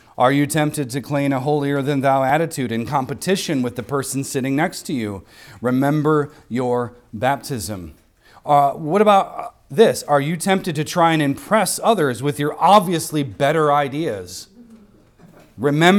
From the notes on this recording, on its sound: recorded on Sunday, January 21st, 2024, at the weekly worship gathering of Cross & Crown Church